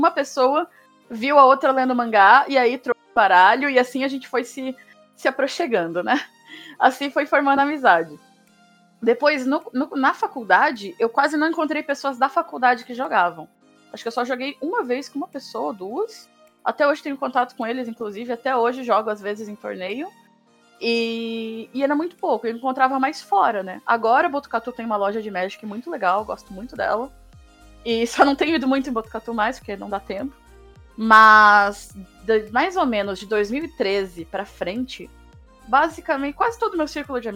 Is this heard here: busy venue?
no